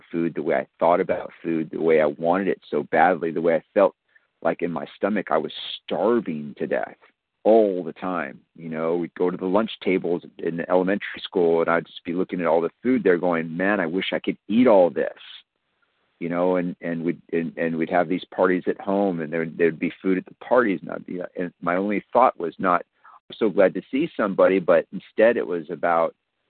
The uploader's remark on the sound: 100 Pounders Phone Meeting